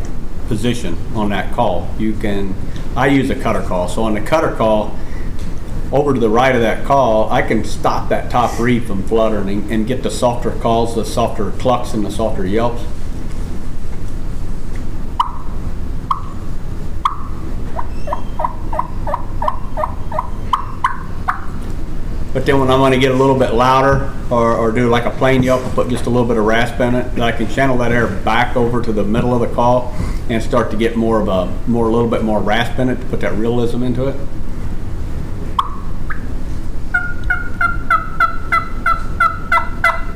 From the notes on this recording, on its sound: Grand National Calling Champions Panel from 2019 NWTF Convention. It is the final seminar recorded at the 2019 NWTF Convention and Sport Show.